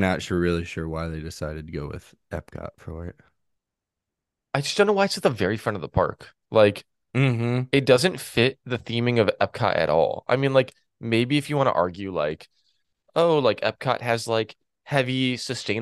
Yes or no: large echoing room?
no